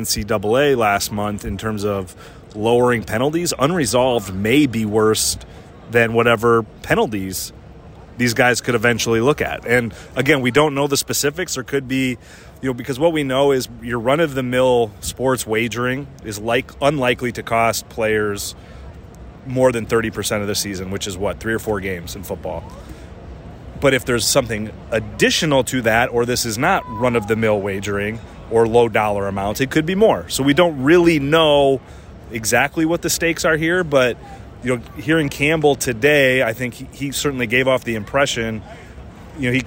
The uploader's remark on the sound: from Day 2 of Big 12 football media days at AT&T Stadium in Arlington, Texas